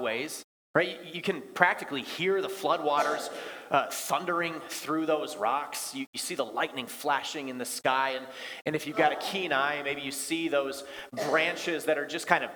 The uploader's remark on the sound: Bethany, Appleton, WI. Preached this sermon at Bethany's Thanksgiving Eve worship.